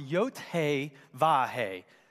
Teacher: These are very breathy consonants, very breathy syllables.